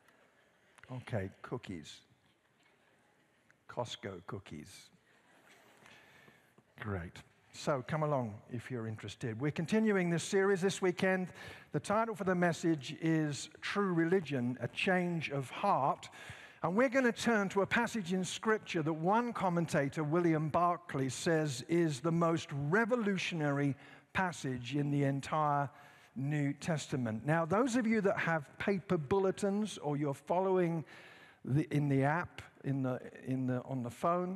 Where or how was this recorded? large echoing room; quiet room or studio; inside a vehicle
large echoing room